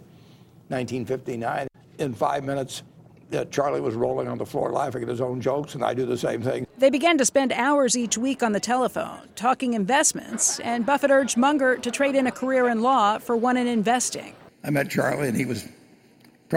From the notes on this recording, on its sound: We are live at the NATO meeting in Brussels